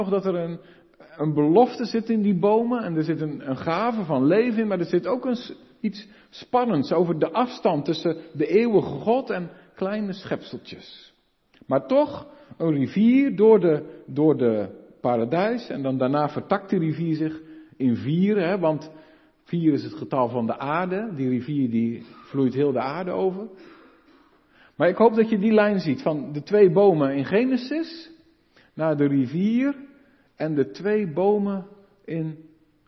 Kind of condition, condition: setting, large echoing room